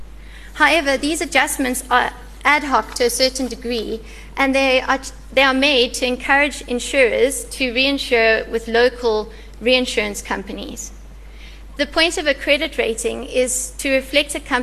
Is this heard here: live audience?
yes